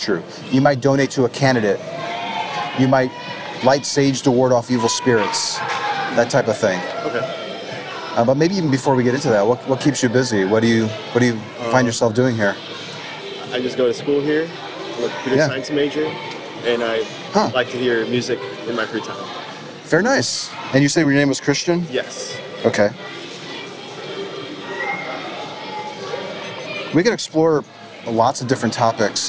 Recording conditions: phone or laptop microphone